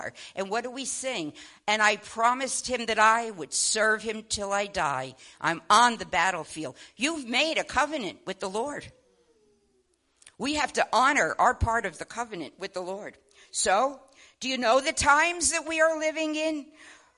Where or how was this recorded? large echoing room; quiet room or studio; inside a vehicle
large echoing room